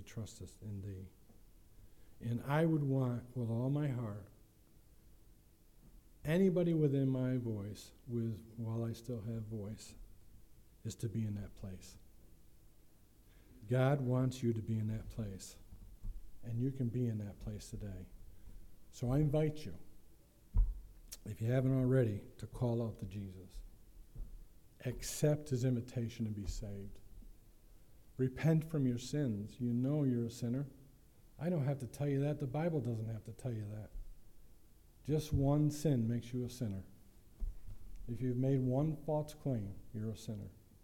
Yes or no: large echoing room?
yes